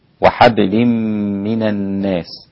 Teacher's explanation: طبعا كلمة الناس هنا ممالة للإمام الدوري عن أبي عمرو البصري